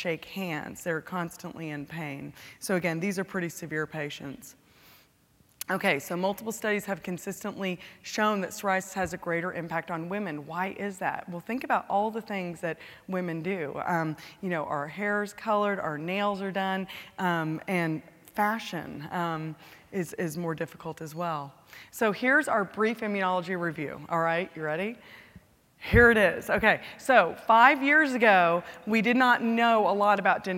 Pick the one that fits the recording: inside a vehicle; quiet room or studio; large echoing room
large echoing room